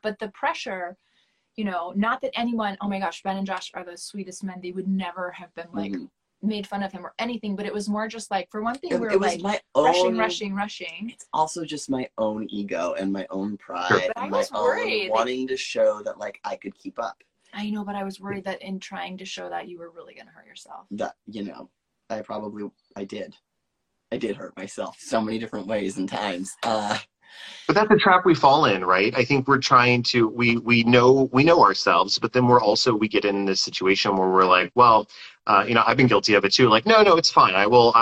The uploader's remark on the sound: This episode of the podcast is LIVE, Instagram Live to be specific.